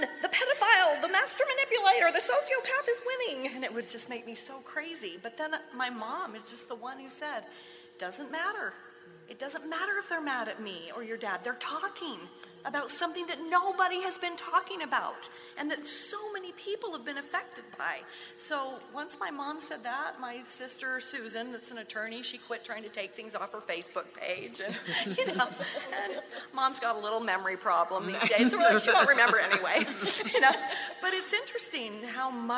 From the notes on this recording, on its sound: Once Upon a Crime LIVE at CrimeCon 2019. LIVE at CrimeCon 2019 in New Orleans.